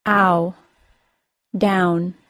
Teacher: OW sound. The OW sound ends in a brief W sound and is pronounced as ow. It is the vowel sound in the word down.